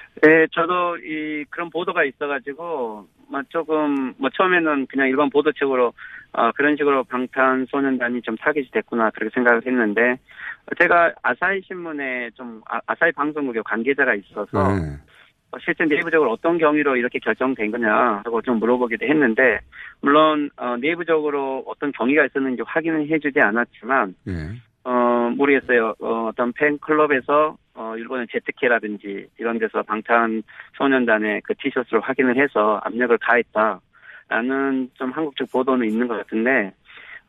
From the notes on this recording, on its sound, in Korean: 전화연결